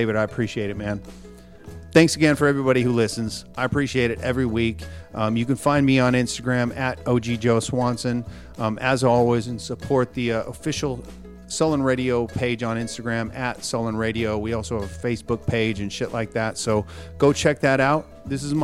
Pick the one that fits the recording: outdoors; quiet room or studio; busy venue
busy venue